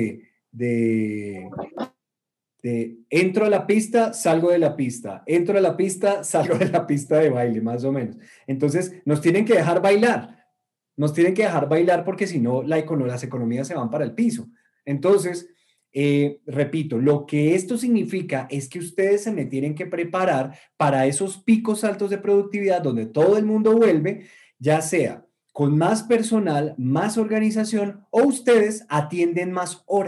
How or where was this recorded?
video call